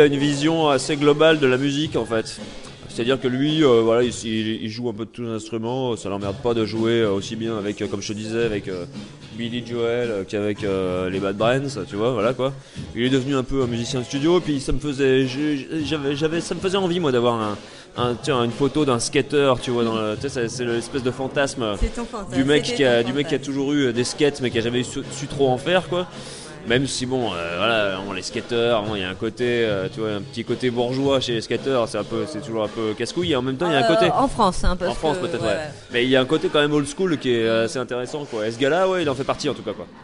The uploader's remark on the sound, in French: Live à saint étienne 2011 à la gueule noire. Reportage dans le lugubre lieu du buffet froid.